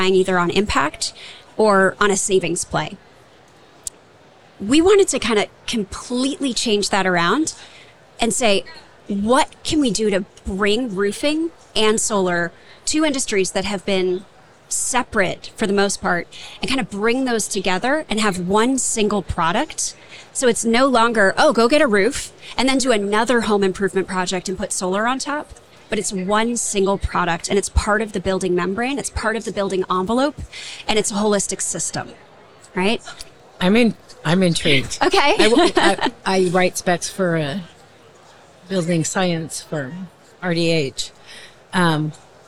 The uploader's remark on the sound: LIVE from A'23 with GAF Energy. In this bonus episode, we share a conversation from our live podcasting event at the 2023 AIA Conference on Architecture in San Francisco, California.